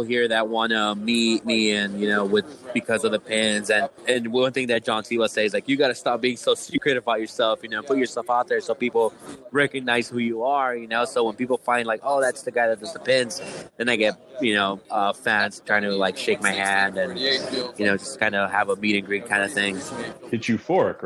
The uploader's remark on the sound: Special SEMA 2019 edition. Live from SEMA.